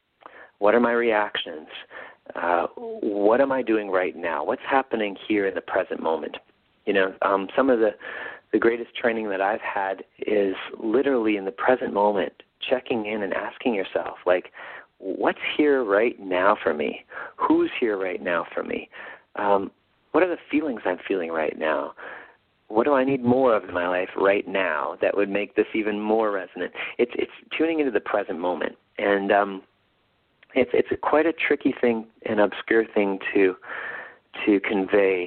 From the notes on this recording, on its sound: call in radio show